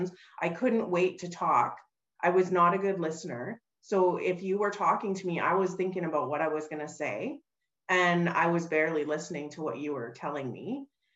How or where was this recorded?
video call